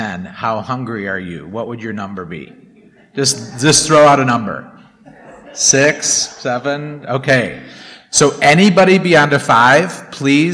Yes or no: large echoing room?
yes